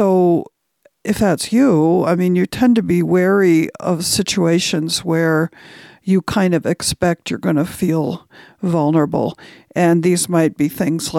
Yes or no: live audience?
no